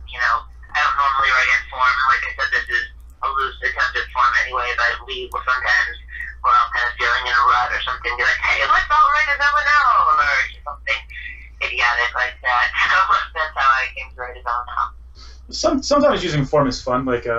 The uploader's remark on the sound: joins us via phone